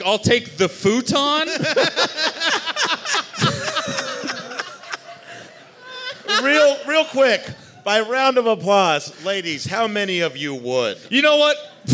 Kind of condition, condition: setting, live audience